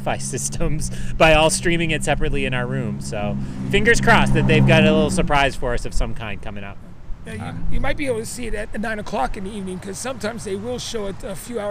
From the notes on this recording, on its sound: Some early audio from Anaheim as Star Wars Celebration is set to begin.